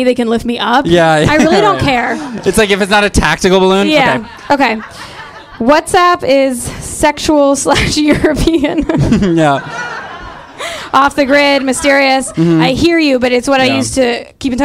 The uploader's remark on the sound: A recording from our always fabulous live show